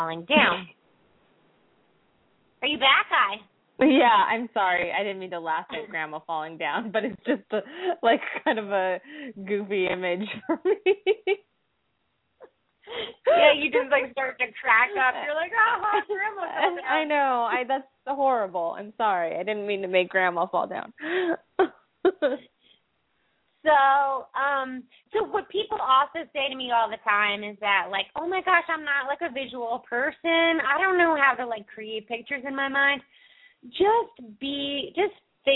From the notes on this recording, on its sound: open up the lines for listeners to call